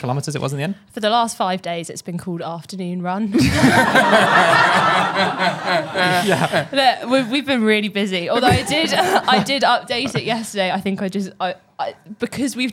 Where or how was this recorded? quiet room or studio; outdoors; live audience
live audience